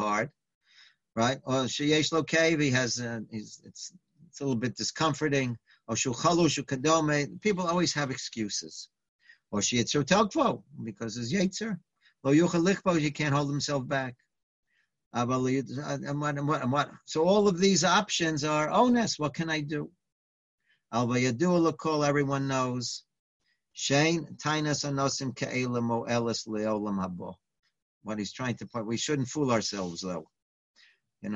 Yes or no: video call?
yes